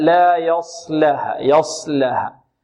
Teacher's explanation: لأن الشفتين هنا لا عمل لهما، والعمل في الشفتين يعني في الواو، لأن الواو تخرج من الشفتين، أو مثلا في الضمة لأن الضمة هي فيها ضم الشفتين، وهنا الصاد مخرجها ليس من الشفتين، وكذلك الصاد غير مضمومة